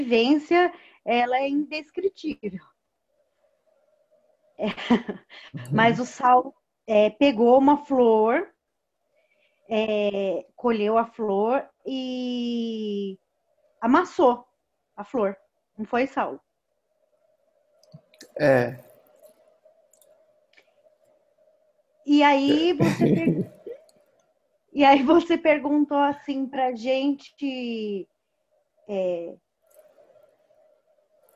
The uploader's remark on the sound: Online via Zoom